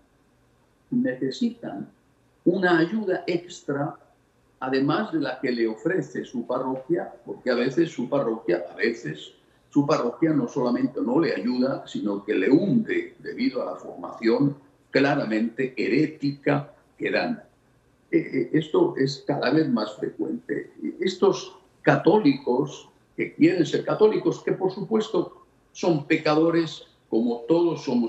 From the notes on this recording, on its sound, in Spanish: en este enlace virtual desde Houston, Texas